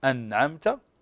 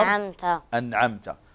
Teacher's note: نون هنا حكمها الإظهار، لماذا؟ لأن بعدها حرف العين، وقلنا العين من حروف الإظهار الحلقي